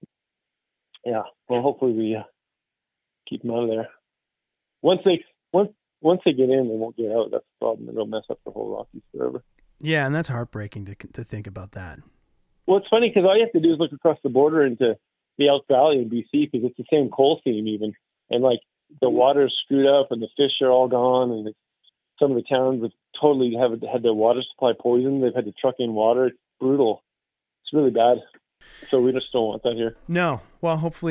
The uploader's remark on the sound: We caught up on the phone